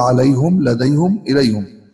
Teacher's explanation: حمزة بيضم الهاء من كلمة عليهم ولديهم وإليهم، فيقول عليهم لديهم إليهم، سواء وصلها بما بعدها أو وقف عليها.